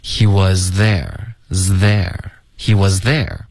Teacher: cheering you on 他还在那个地方给你加油打气对好对这句话好嗯，第三句连读对所以 he was there 这一段没有什么变化可是大家要注意这个 was 的这个 z 不要影响到后面 there 的这个 z 的发音 OK 而且他们不是一个发音 was 的这个 z 你发这个 z 的时候舌尖就要开始往前直到你碰到上齿 was 就直接可以进入到一个 th 的音 OK 所以这两个是要连着发 He was there there He was there 后面呢 cheering cheering cheering 这个